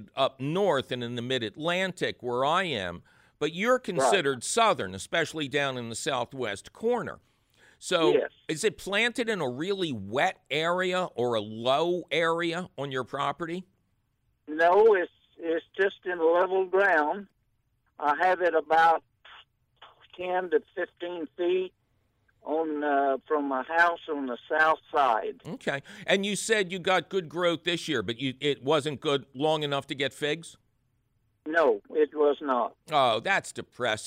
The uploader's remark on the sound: phone call questions